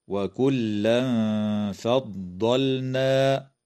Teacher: إخفاء حقيقي للتنوين عند الفاء مع الغنة مرققة